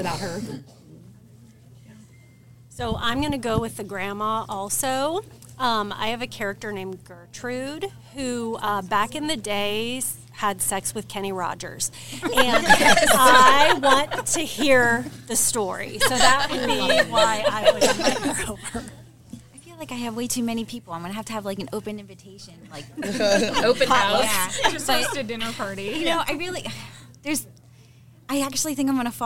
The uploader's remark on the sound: Live from the Barnes and Noble in Maumee, Ohio for Heating Up the Holidays Event.